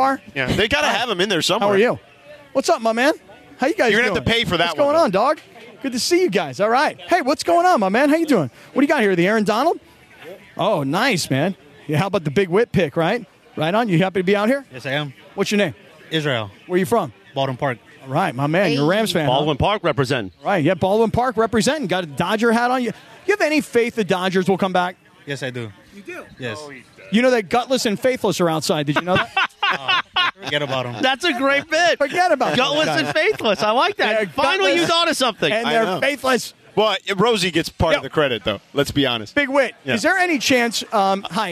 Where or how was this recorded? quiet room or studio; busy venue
busy venue